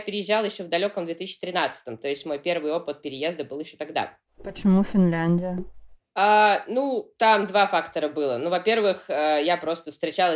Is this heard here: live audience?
no